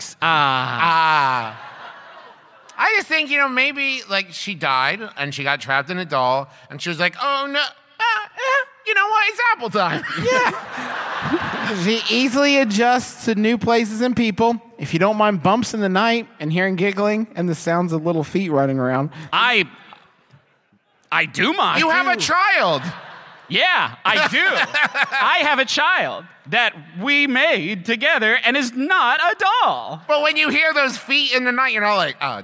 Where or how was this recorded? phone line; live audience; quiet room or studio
live audience